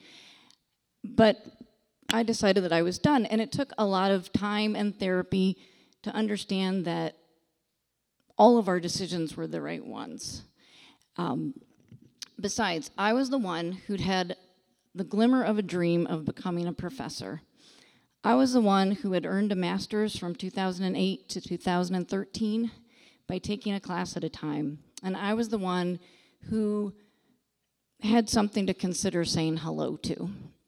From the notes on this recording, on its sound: Bloomington-Normal community members shared their "Taking Care of Business" stories during the latest Next to Normal Story Slam on Nov. At the McLean County Arts Center.